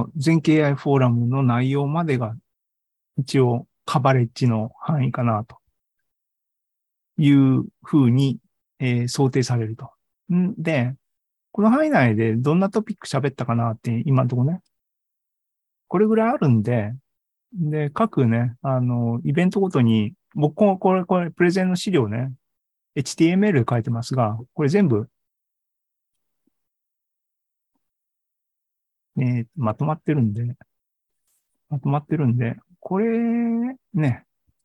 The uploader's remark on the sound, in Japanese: ２０２３年３月２９日に開催した ZOOMライブの模様です。